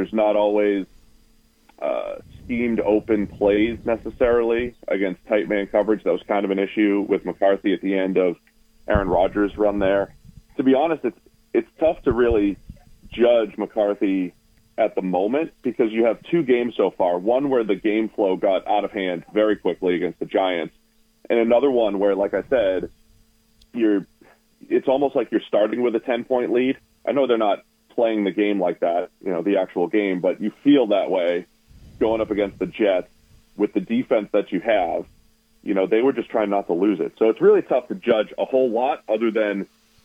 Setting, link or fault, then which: link, phone line